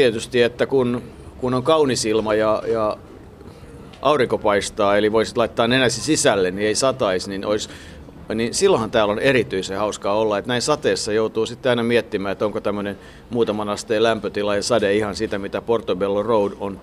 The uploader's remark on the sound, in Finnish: Ovat siis suunnanneet kulkunsa lauantaiselle aamukahville Nottinghilliin, jossa perusbrittiläiseen tapaan äänityspäivänä satoi Lontoon reippaasti.